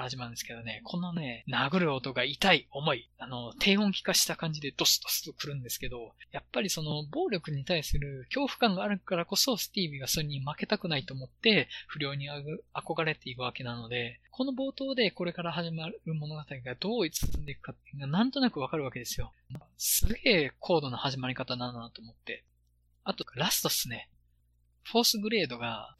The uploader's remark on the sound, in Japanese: 録音環境が良くなかったらしく、音割れがしばしば生じています。聞き苦しくてすいません。一度録音をミスって70分間の話を録音できなくて、再収録したのが公開分の音声になります。